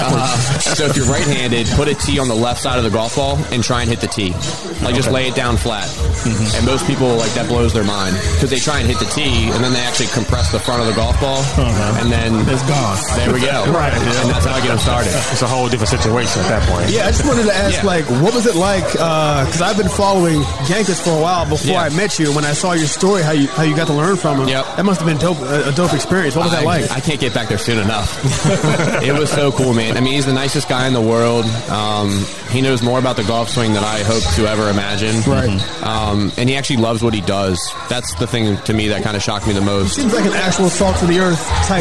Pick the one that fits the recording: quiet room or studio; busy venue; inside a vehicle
busy venue